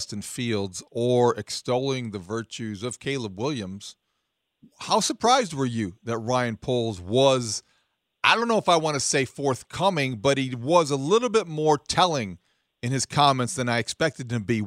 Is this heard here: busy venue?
no